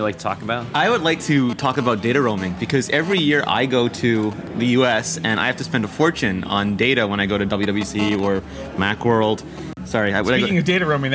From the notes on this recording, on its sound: This week we're live in Montreal, Canada for the Cingleton conference!